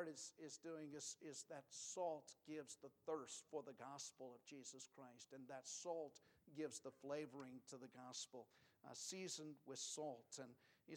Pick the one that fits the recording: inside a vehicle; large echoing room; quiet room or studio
large echoing room